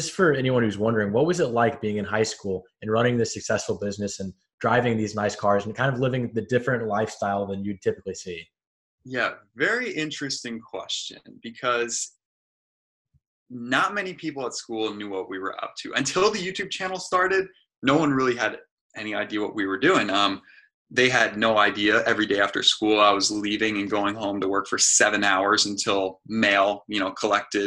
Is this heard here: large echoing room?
no